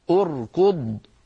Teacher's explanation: أركض أركض همزة الوصل بعدها راء ساكنة بعدها كاف مضمومة، من أجل ضمة الكاف ضممنا همزة الوصل عند البدء بها